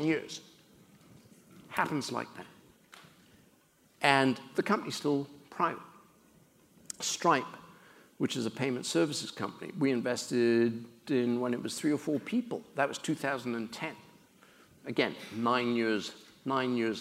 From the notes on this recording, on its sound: During a visit to Stanford Graduate School of Business. During student-led interviews and before a live audience.